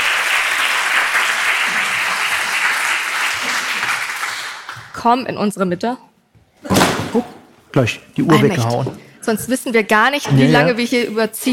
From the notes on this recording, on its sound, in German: Diese Folge wurde live auf dem Crime Day in Berlin aufgenommen.